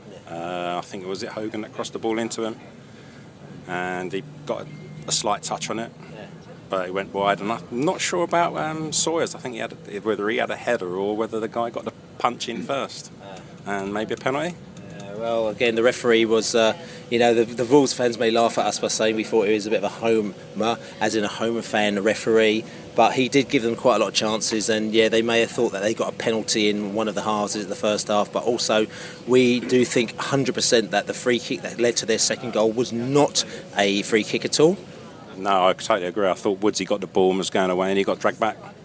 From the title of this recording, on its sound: post-match poscast from the pub